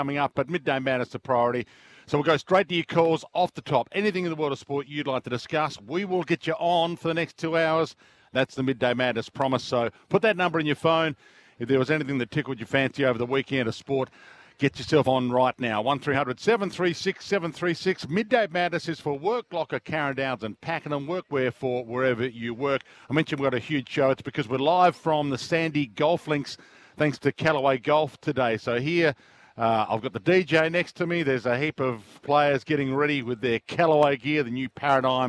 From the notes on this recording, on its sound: Live from the Sandy Links Golf Club! Live at the course.